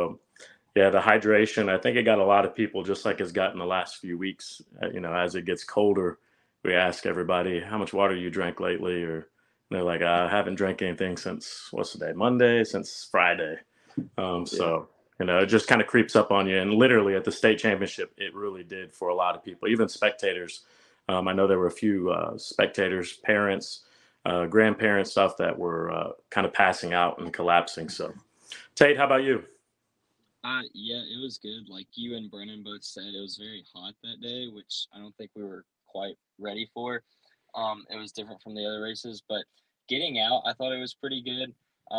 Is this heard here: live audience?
no